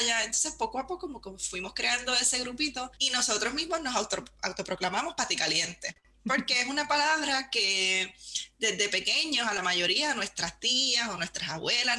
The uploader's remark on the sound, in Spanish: Nos conectamos a través de Zoom desde Nueva York a Madrid, España. Interview recorded in Spanish.